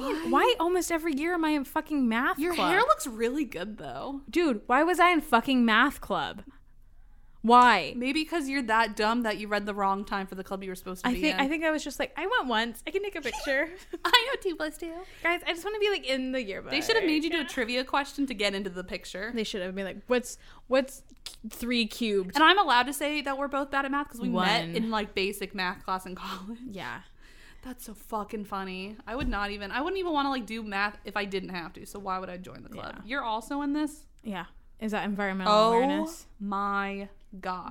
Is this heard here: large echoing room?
no